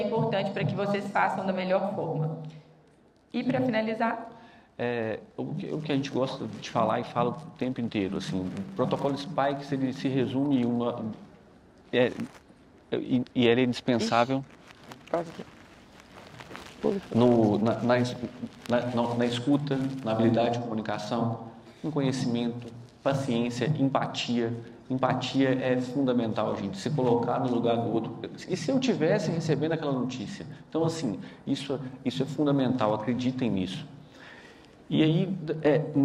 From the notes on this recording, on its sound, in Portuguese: Gravado ao vivo no XII Congresso SAMMG.